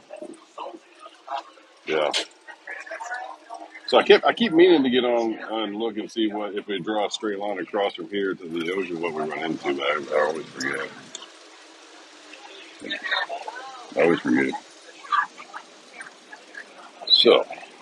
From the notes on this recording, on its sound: Sunday brunch in Key West with some technical difficulties, and later ice cream.